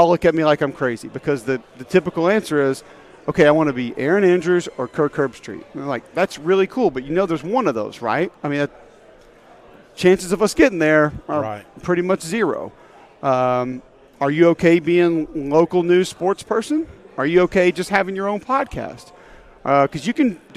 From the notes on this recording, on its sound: live during 2023 SEC Media Days in Nashville